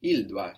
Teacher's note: Here we have a silent T.